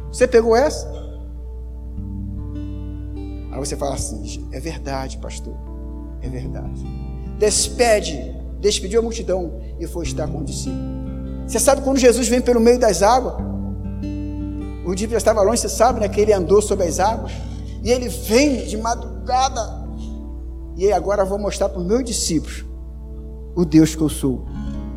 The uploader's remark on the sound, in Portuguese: Áudio da mensagem ministrada no Culto de Celebração realizado no Domingo, 26.05.2019 na Igreja Cristo Salva Campinas.